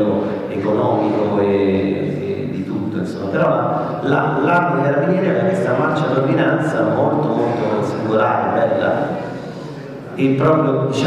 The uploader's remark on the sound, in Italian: registrazione della tavola rotonda tenutasi presso il Museo Storico dell'Arma dei Carabinieri il 26 gennaio 2017